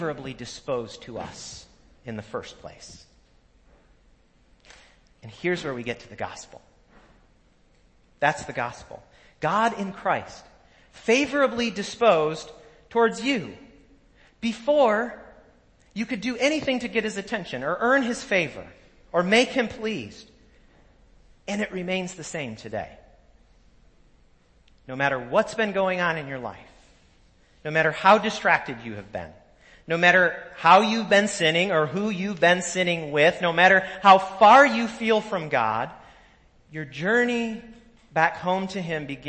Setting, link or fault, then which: setting, large echoing room